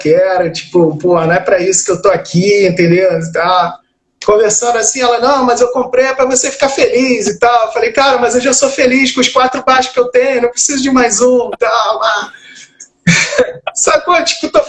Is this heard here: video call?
yes